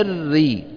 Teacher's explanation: الري هنا الراء مشددة مكسورة